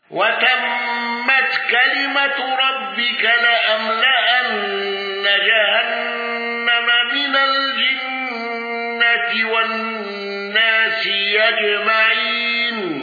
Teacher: حمزة بالوقف بتسهيل الهمز